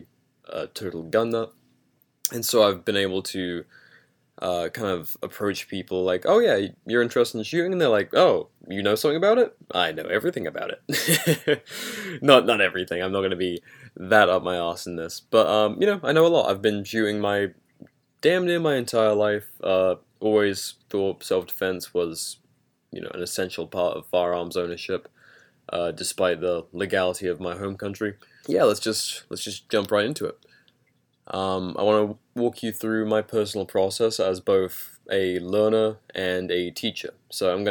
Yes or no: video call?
no